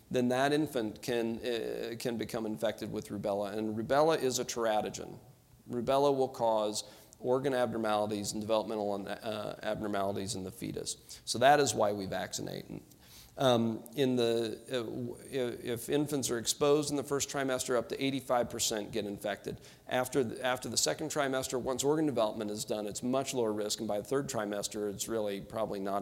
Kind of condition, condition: setting, busy venue